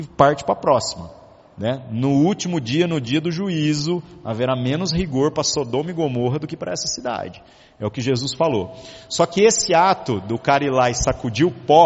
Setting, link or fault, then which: setting, large echoing room